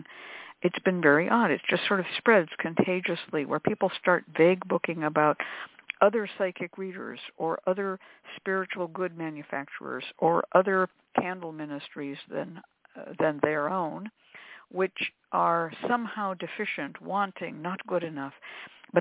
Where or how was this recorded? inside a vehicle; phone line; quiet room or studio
phone line